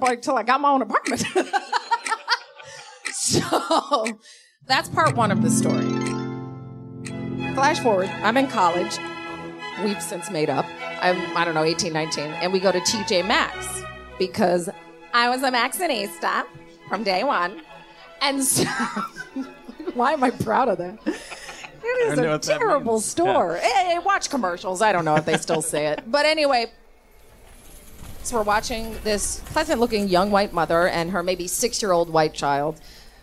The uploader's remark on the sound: At a live show in Brooklyn’s Union Hall.